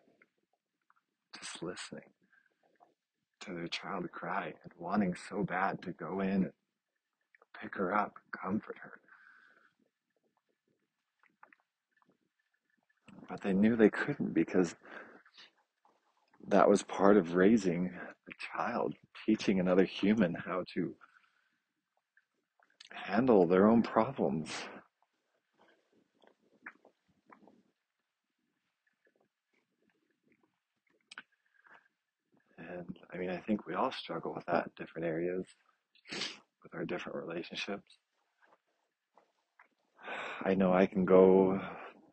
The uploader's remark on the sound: After a busy morning at work, I finally get outside to walk around the block.